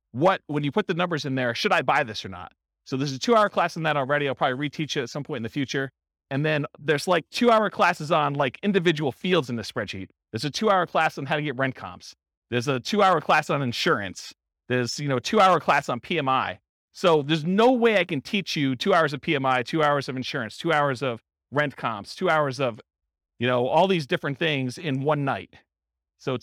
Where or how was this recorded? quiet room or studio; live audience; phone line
live audience